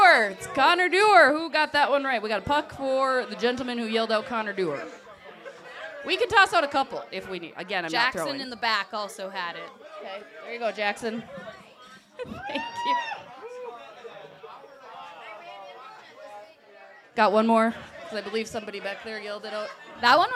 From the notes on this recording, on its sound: Live from Cozzie’s in Stillwater.